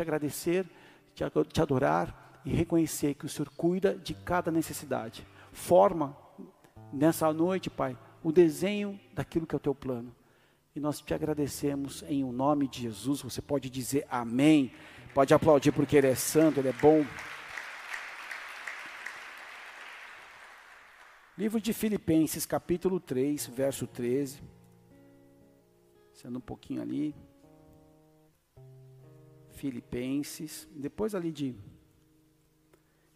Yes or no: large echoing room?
yes